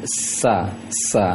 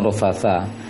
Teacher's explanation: sa itu seperti es biasa, jangan terlalu lembut anginnya · Shown in: first take